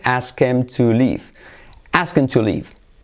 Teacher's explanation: Nos comemos la H.